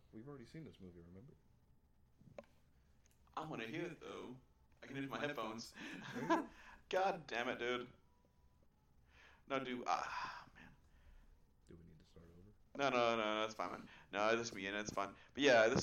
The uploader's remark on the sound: Sorry for the audio, will be better in the next one, since we are getting a new mic soon.